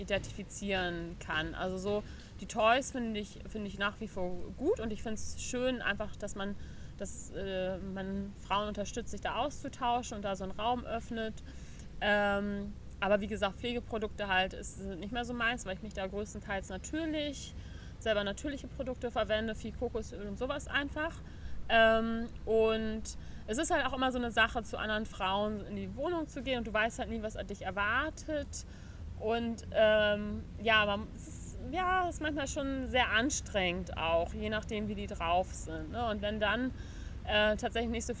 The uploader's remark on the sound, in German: Passend zum Wochenende haben wir die Folge draußen aufgenommen, also genieße das Rauschen des Windes.